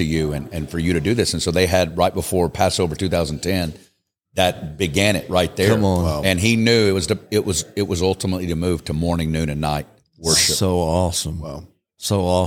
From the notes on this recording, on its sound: Live from Vegas. This podcast was recorded live at The Altar Conference in Las Vegas, NV.